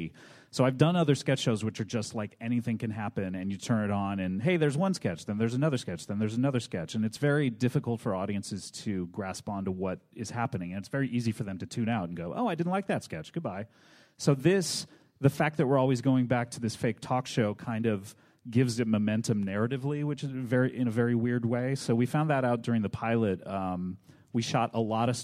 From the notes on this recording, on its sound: From ATX Television Festival. Recorded at the Alamo Drafthouse in Austin, TX, on June 8, 2013.